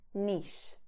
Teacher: Now, because it comes from French, it should be pronounced niche, with a sh, a soft sh sound at the end, unvoiced